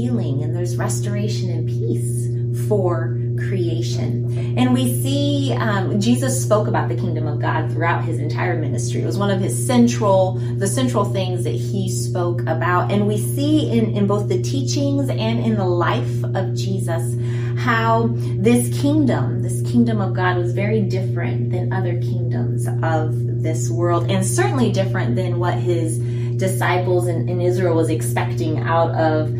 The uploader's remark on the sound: Sorry about the background noise!